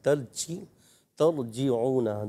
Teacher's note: جیم کی آواز آئے گی چھ جیسی نہ ہو